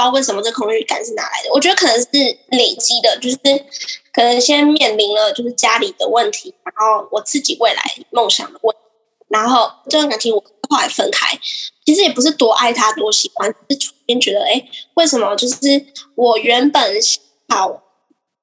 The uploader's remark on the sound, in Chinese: 可惜網路有些不穩定，害怕音質不穩的人請斟酌收聽唷！